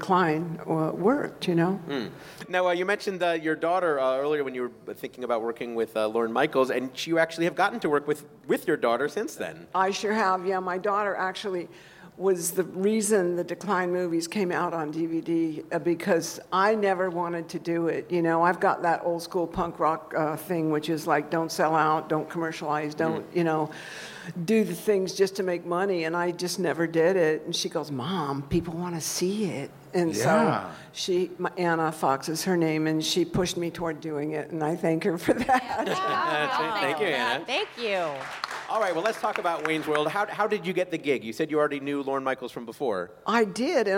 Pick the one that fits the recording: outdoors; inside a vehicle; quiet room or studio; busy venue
busy venue